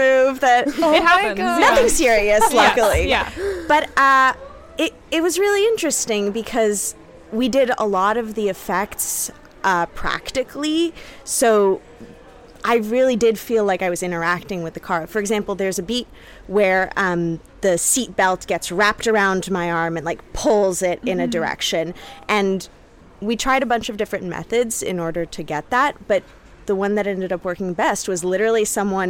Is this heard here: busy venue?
yes